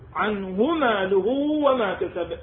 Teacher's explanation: ماكو شبع هنا للضمير للهاء